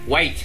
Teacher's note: Nó chỉ cần a thôi là được, không phải a i mà là e i.